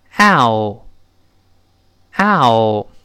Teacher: 两个单元音拼成的。先发 a，再发ö。